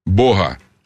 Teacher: Единственное «г» фрикативное в слове «бог». Поэтому «бог», а не «бог».